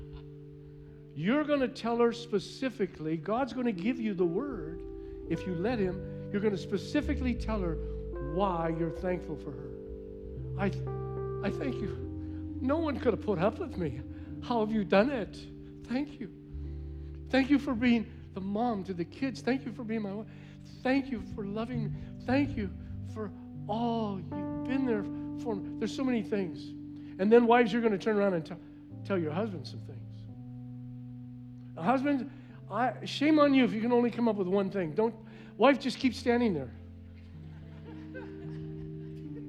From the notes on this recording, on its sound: was preached on November 21st at the 11:30AM service